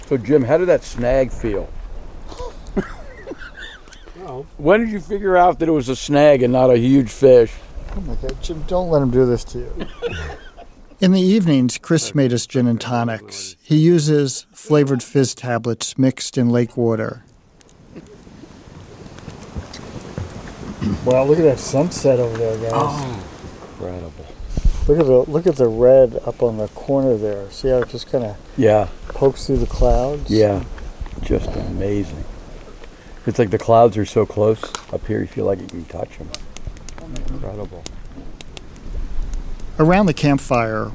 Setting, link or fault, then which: setting, outdoors